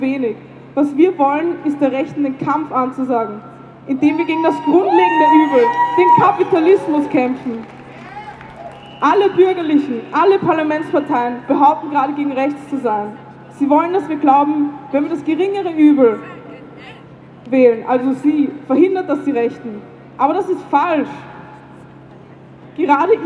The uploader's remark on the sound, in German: Demo gegen Akademikerball am 16.2.2024 in Wien. Aufnahme aller Reden auf der Auftaktkundgebung vor der Uni Wien und der Abschlusskundgebung am Stephansplatz.